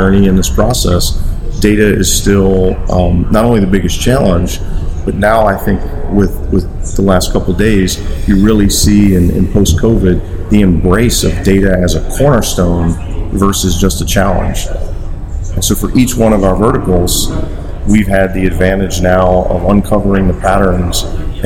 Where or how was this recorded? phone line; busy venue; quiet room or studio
busy venue